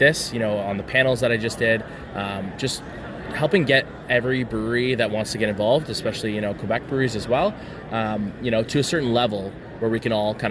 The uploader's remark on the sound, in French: Nous sommes au Canadian Brewing Awards Conference à Halifax. Entrevue en anglais.